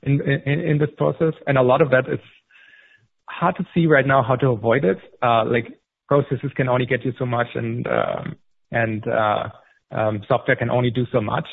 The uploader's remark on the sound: (NYSE:SHOP) Q3 2020 Earnings Conference Call.